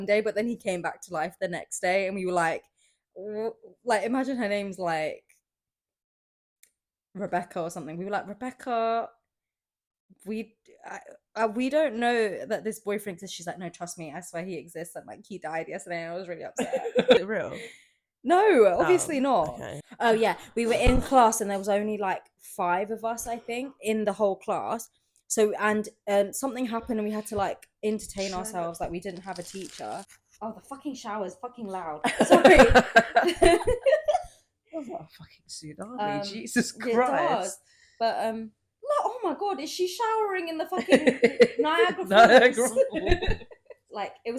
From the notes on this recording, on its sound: Apologies in advance for the sound, my friends are incredibly unprofessional.